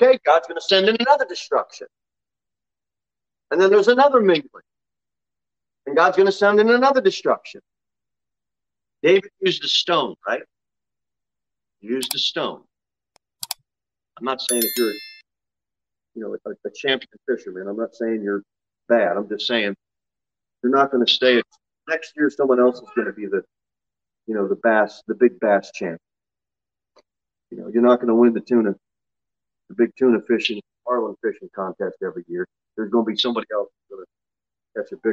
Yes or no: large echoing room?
yes